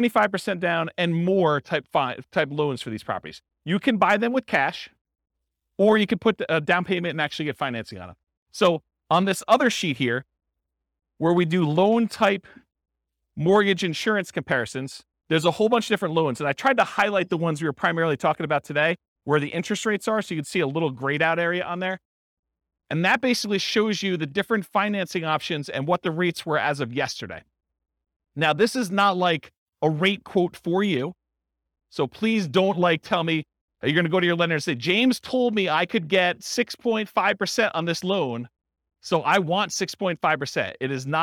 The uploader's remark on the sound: This was a live class recorded